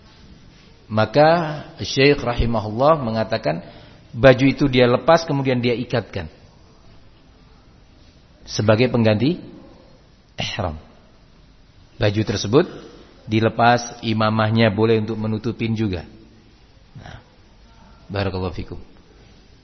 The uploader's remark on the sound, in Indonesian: Di Masjid Ma’had as-Salafy Jember.